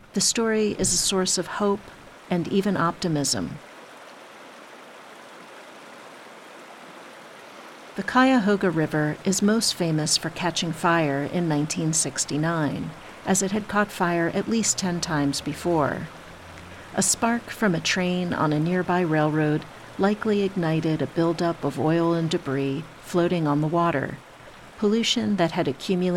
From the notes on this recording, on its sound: Capturing the sounds of Stanford Run and other special places at Cuyahoga Valley National Park.